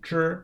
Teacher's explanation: Z-H-I, a puckering consonant sound in the first tone